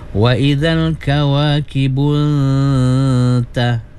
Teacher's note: Nun mati bertemu dengan ta. Ikhfa ya. Kasih samar-samar bunyinya. Ikhfa ya. Dua harkat.